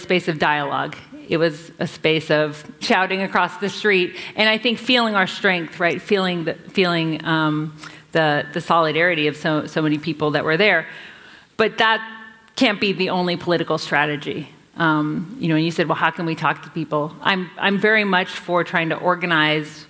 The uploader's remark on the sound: CBC Massey Lectures: Audience Q&A